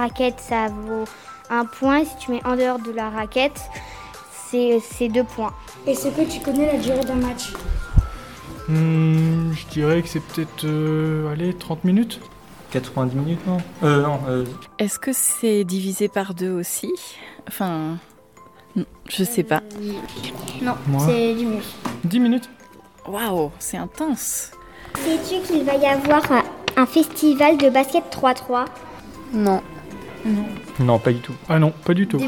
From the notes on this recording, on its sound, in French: les petits reporters de René Bureau Radio se sont rendus au festival de Basket 3x3 qui se tenait à Poitiers sur la place Leclerc.